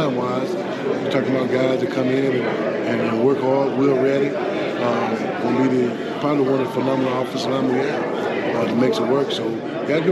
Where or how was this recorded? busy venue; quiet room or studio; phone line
busy venue